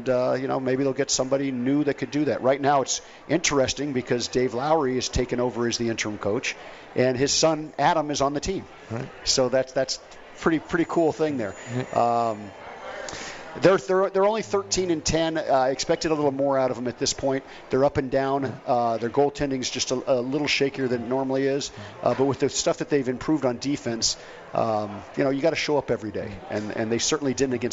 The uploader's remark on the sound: Live from the Cosmopolitan of Las Vegas